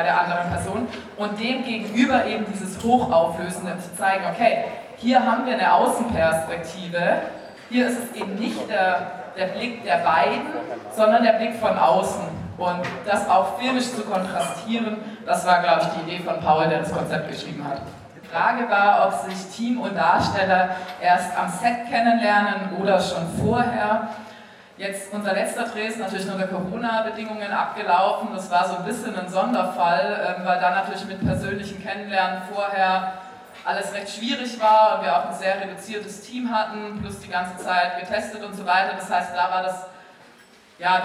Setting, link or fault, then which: setting, live audience